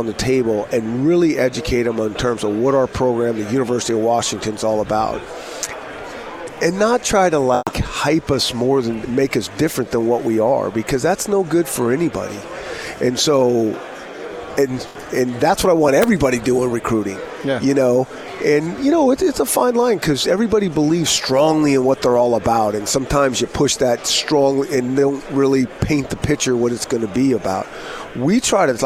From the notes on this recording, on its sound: Live from Pac-12 Media Day.